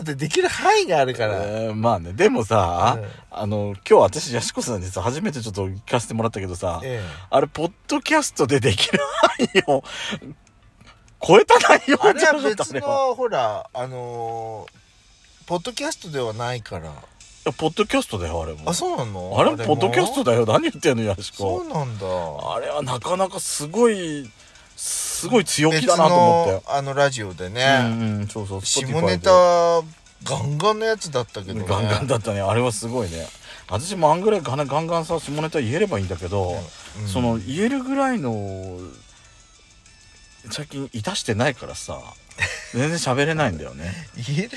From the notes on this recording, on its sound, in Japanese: 2人組。パーキング収録。